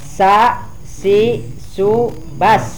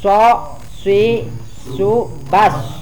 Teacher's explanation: Nah, bas melebar bibirnya. Karena ini sin bukan swad. Kalau swad bibirnya maju, monyong.